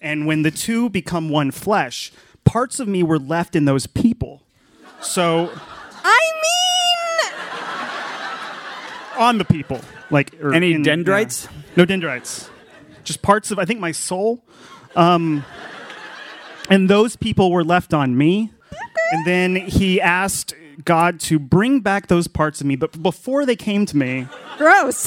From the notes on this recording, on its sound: Share the tale with a live Boston public radio audience... Also all the people walking by who overhear their buttfisting references. In front of a horrified crowd.